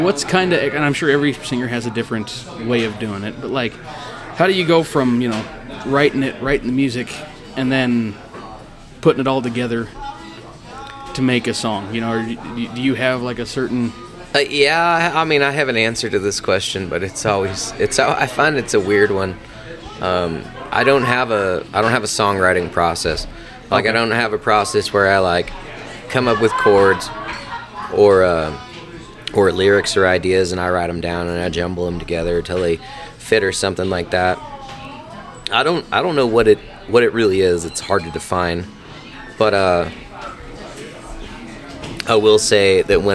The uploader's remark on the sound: Recorded from Old Saloon in Emigrant Montana. As we were recording we had some visitors come talk with us. As always this is unedited and uncut. There is some swearing and bar noise in the background.